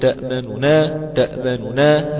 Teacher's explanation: النون الأولى المضمومة آتي منها ببعض الضم أو بثلثي الضم وأترك ما ثلث. · Term: اختلاس